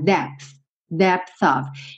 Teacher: você fechou a boca, né, lábio com lábio no P e já vai pro TH